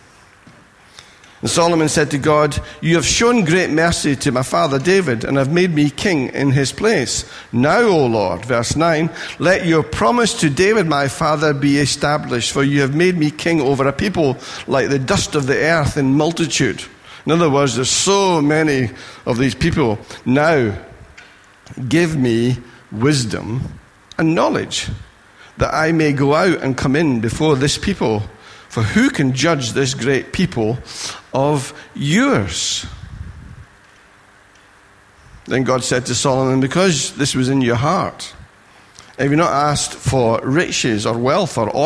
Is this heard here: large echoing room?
yes